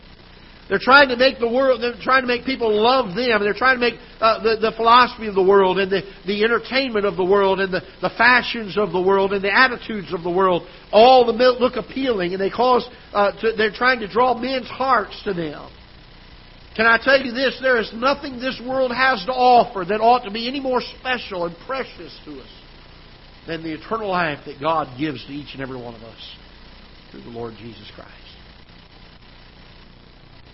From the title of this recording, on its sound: Ketha Heights Baptist Church ~ Live Broadcast